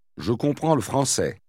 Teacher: notice how the L sound of le français almost gets lost